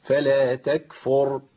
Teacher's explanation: فلا تكفر، ماشي، الراء هنا مفخمه، ما قلتش فلا تكفو، فو. كتير من الناس يبدل الراء الموقوف عليها بواو · يعني تكرار الراءات ديت ما ينفع خالص